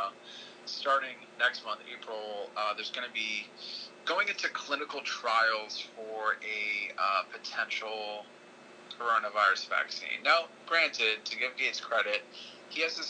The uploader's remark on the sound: Please bear with our sound issues, we are but a young & broke podcast.